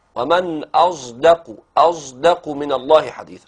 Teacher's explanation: نخلط الصاد بصوت الزاي فينتج عندنا حرف بين الصاد والزاي نسميه الصاد المشمه صوت الزاي.